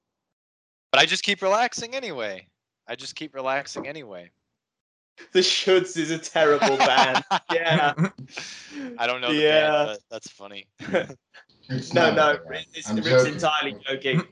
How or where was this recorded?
video call